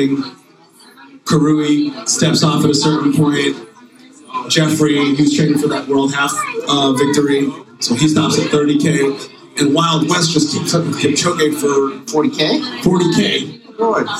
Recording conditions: background noise